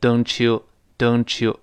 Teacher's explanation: don'tyou，这个音标我们讲过了，t，碰到耶变成 ch